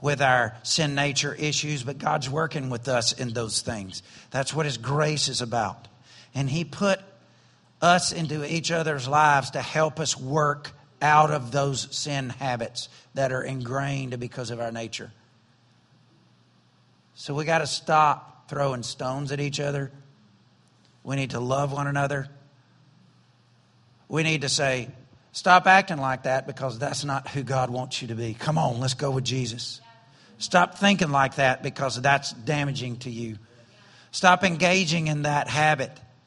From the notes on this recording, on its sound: was recorded on September 10, 2017, during Sunday morning service at Celebration Life Family Church.